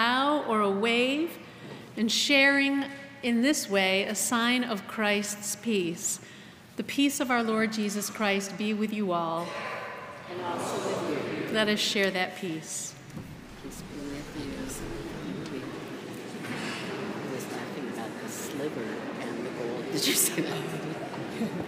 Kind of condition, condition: setting, large echoing room